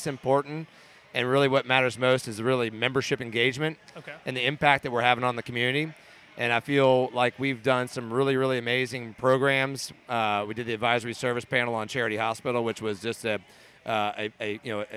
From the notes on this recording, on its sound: Go live at the Port Orleans Brewing Company in New Orleans where they podcast the Urban Land Institute's Membership Drive.